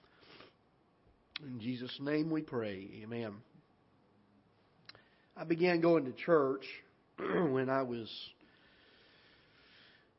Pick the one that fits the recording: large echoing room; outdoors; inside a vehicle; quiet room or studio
large echoing room